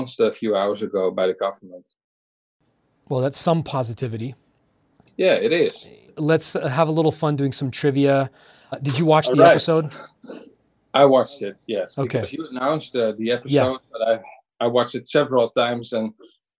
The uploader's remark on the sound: A sampling from some of the best of Poda Bing's second quarantine Zoom trivia.